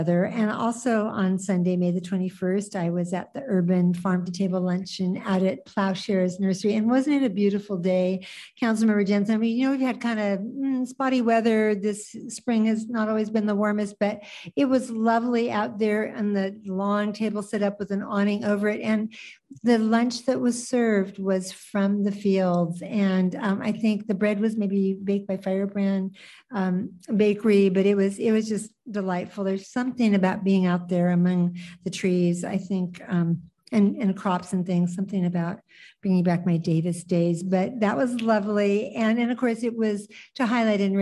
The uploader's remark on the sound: City Council Meeting - ZOOM.